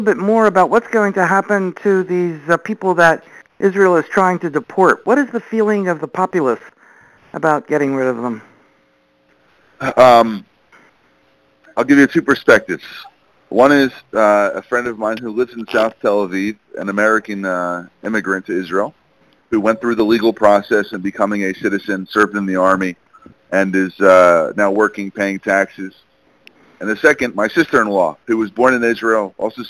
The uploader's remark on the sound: briefed the Middle East Forum in a conference call on April 3, 2018.